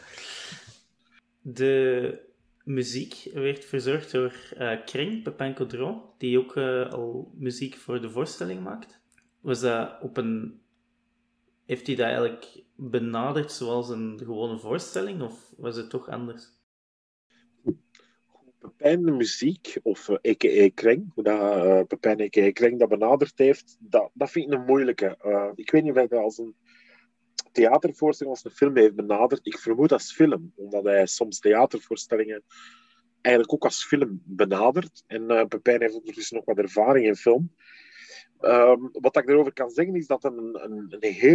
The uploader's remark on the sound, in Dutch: Het interview werd gedaan via zoom.